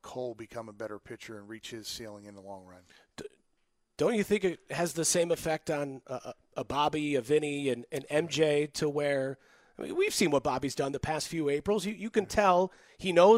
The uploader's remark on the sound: Live from Royals Rally.